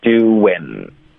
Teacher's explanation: 他会把 in 发成 n，会顶舌尖发这个 n 的音